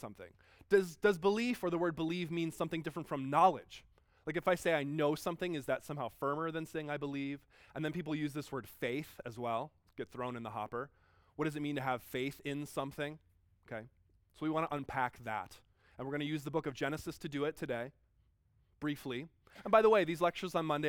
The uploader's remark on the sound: Delivered at George Fox University on 14 January 2019.